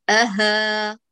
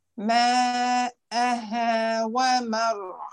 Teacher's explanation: ليس آها، ليست ماءها، لا تجعلي آكها، الهمزة أقصر فلا تساوي الهاء المجاورة. أها، الهاء طويلة.